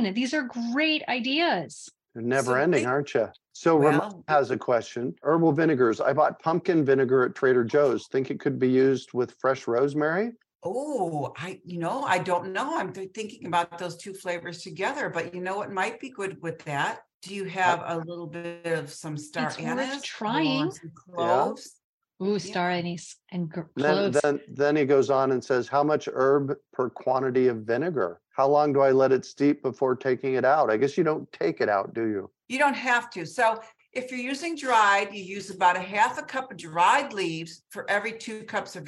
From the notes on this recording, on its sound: A relaxed conversation in a Zoom room with a special guest (or two) to cover useful gardening topics, and they answer questions from the live listening audience.